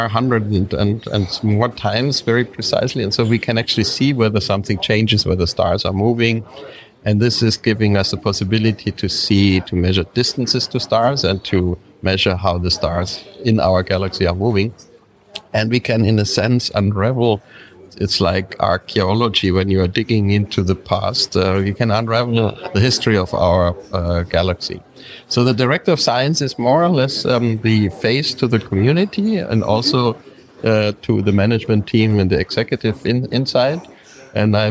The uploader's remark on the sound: On tour in Brussels at the 14th European Space Conference in the Egmont Palace. In this format, you will hear conversations or the entire team of SpaceWatchers while being out on the road.